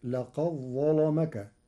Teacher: قرأ ورش كلمة والإشراق بنقل حركة الهمز إلى الساكن قبله مع حذفها، وليس لورش ترقيق في راء الإشراق لوقوع حرف الاستعلاء بعده، فتصير: يسبحن بالعشي والإشراق. لقد ظلمك، قرأ ورش كلمتي لقد ظلمك بإدغام الدال في الظاء، فتصير لقد ظلمك مع تغليظ اللام لوقوعها بعد الظاء المفخمة.